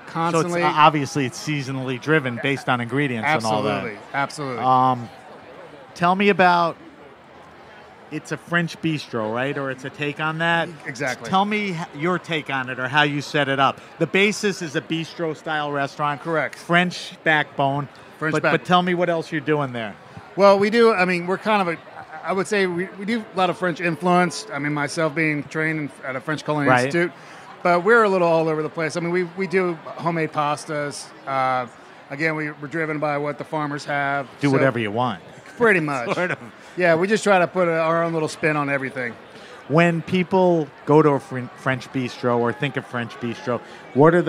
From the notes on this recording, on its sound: At Charleston Wine + Food. Over the campfire. HRN On Tour.